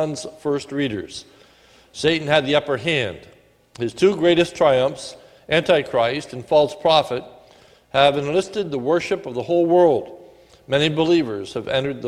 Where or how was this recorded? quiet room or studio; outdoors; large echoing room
large echoing room